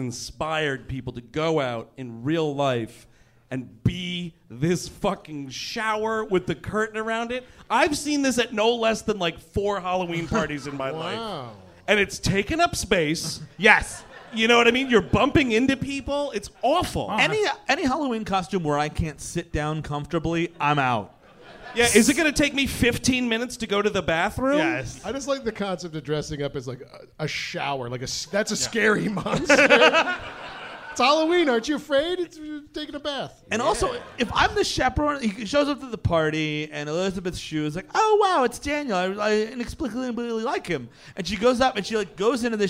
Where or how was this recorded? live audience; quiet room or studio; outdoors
live audience